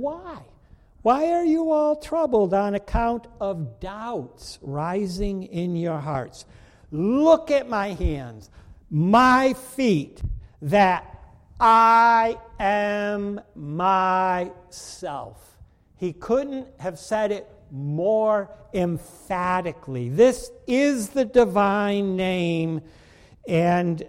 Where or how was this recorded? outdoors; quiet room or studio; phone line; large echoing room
large echoing room